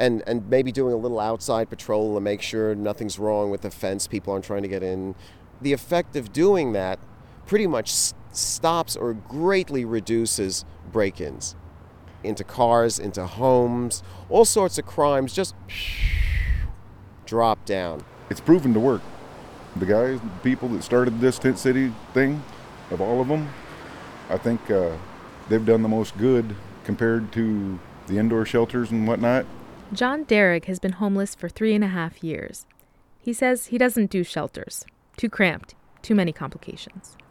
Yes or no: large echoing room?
no